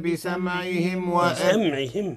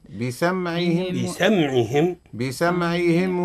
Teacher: القلقلة اضطراب في المخرج، أي إعادة الحرف مرتين. لما تقول بسمعهم ماذا وقع؟ وقع انطباق في الشفتين فقط. لما تقول بسمع وقع انطباق وانفراج، قلت أعدت الحرف مرتين. · Term: ليست فيها قلقلة